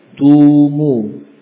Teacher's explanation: Dengan menghimpun 2 bibir. Dan otomatis akan terangkat pula pangkal lidah sedikit ya, ke atas. · Term: dhammah